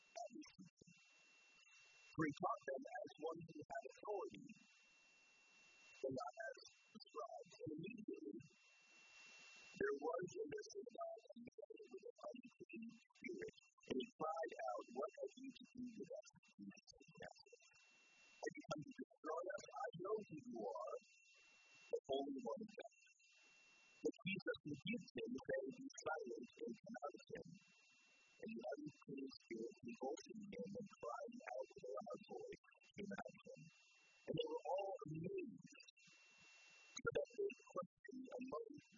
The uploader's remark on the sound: We apologize for the low sound quality, we had technical difficulties.